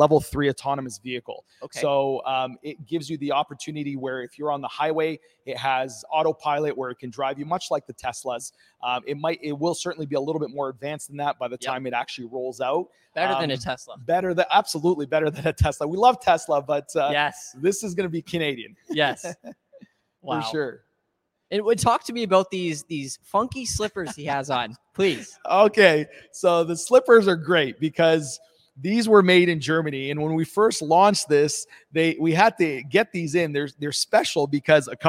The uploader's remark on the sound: live at Windsor's Automobility and Innovation Centre